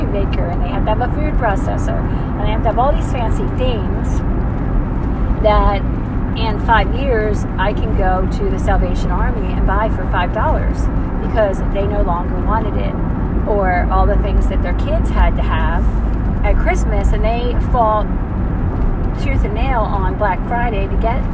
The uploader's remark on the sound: Road Time Rambling. Recorded in car.